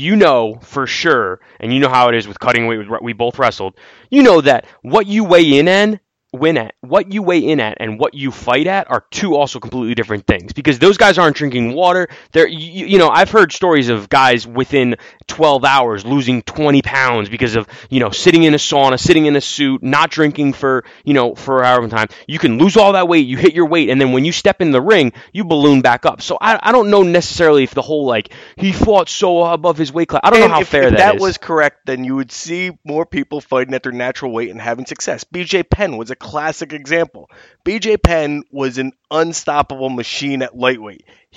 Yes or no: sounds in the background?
no